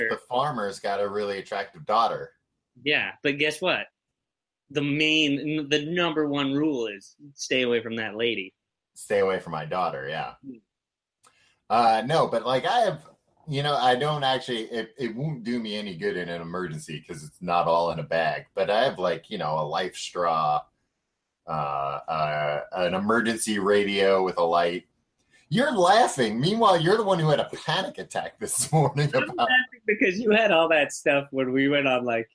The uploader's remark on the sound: May 2017 Google Hangout Audio.